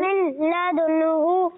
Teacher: جی کاچا دیکھیے اس میں تھوڑی سی نون کی آواز آ رہی ہے نا، من من لدن نہیں ہے، یہ ڈائریکٹ لام کے ساتھ ملے گا